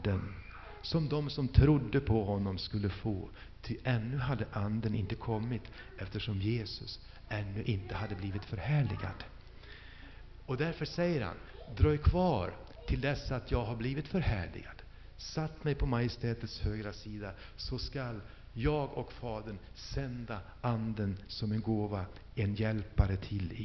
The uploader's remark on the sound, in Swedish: Inspelad i H&#246;n&#246; Missionsf&#246;rsamling 2000-06-04.